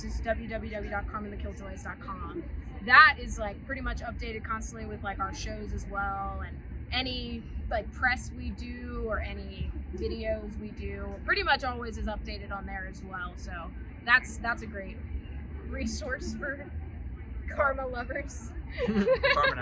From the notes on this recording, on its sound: is at Festival International